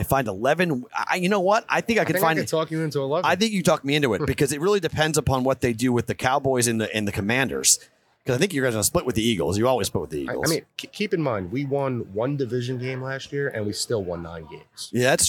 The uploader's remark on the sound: Roll Call Friday live from Circa Sports!